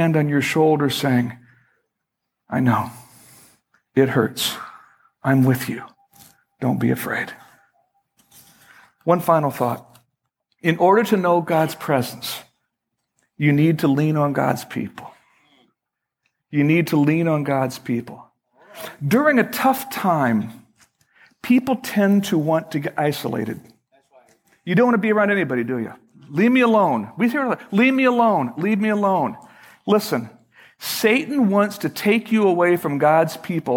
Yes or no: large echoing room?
yes